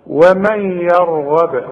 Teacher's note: وانت لاحظت ان انا قلقلت الباء، هي مضمومة بس انا وقفت فلازم اقلقلها